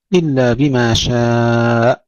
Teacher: إلا بما شاء، نسكن الهمزة بدون قلقلة